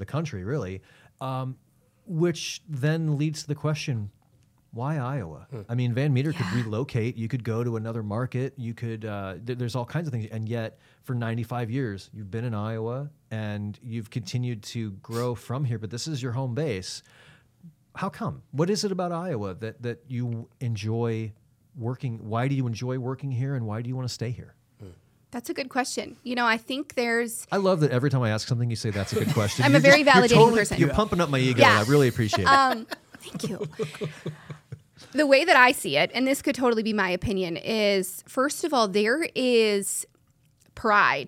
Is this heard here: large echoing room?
no